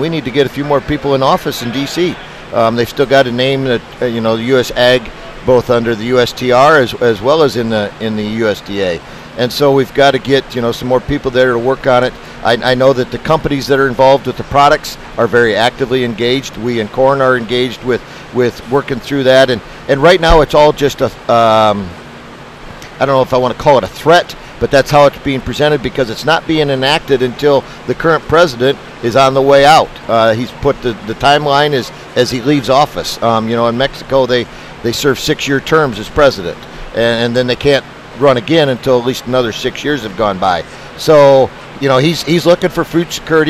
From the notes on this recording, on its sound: Live from Farm Progress Show. Reports live from Farm Progress in Decatur, Illinois!